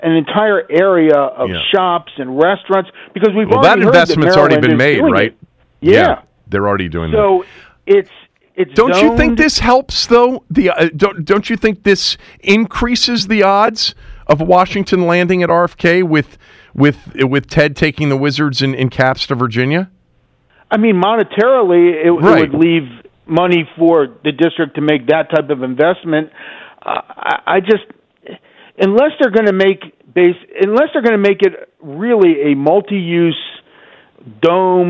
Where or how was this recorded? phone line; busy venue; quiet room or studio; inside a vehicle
phone line